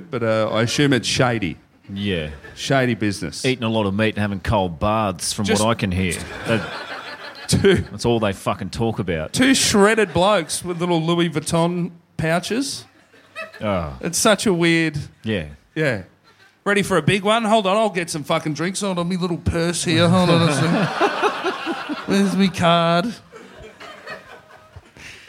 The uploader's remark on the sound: LIVE IN SYDNEY.